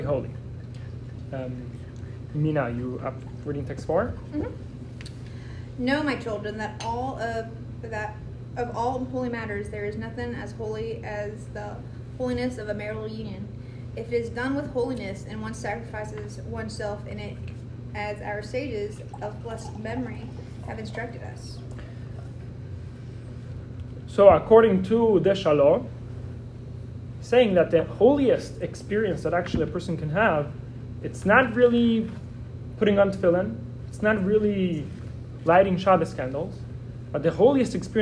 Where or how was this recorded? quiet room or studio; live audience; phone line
live audience